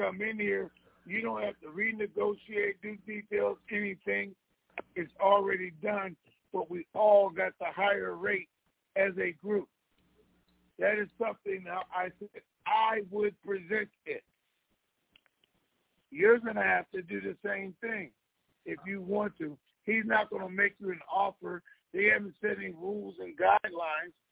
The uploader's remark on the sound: TNTSuperfantastic Conference Call